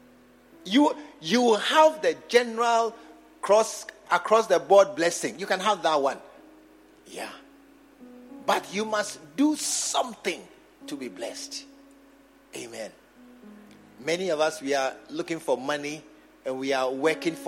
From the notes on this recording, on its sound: Preached at the True Vine Cathedral, Bantama